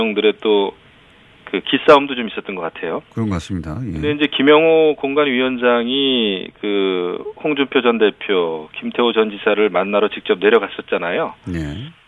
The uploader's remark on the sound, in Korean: 전화연결